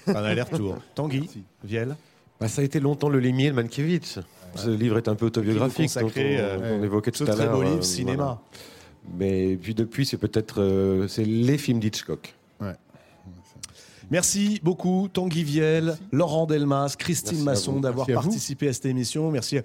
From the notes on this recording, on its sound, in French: La Grande Librairie est en direct du Festival de Cannes.